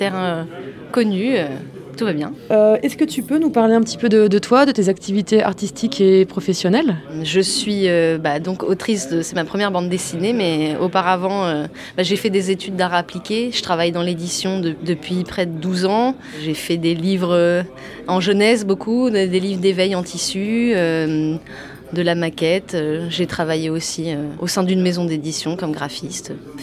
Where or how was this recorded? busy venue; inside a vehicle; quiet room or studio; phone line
busy venue